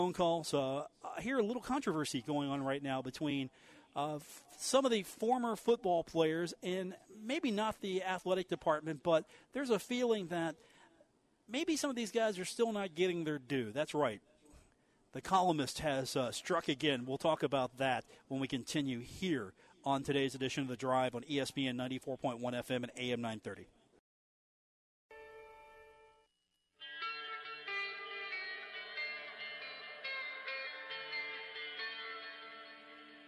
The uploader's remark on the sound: coming to you live from the Union Pub & Grill.